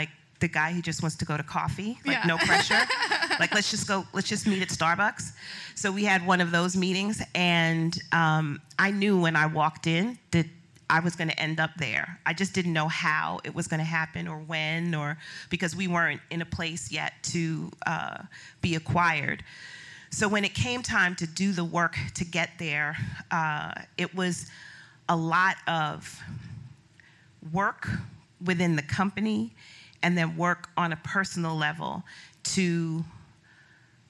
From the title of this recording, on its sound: Live from the WorkParty Tour